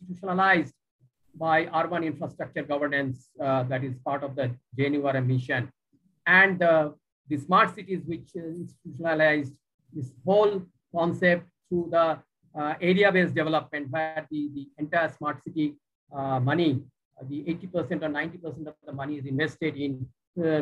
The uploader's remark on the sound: Zoom and Facebook Live